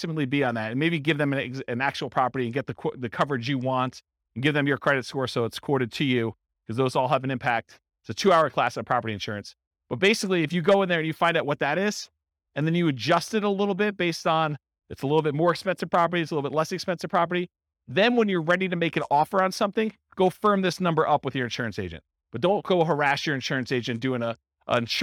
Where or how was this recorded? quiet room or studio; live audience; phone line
live audience